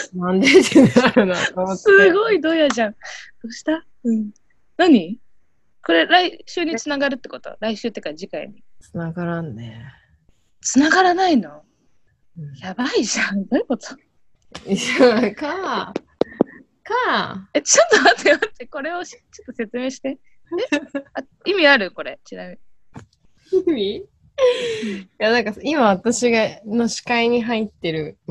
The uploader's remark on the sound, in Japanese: 東京と新潟でzoomにて収録